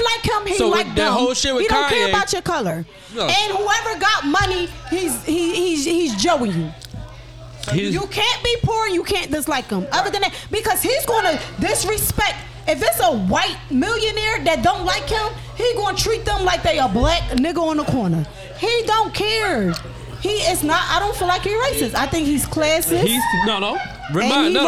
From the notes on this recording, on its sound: Live From Krush Lounge in Philadelphia Pa on 4/4/23!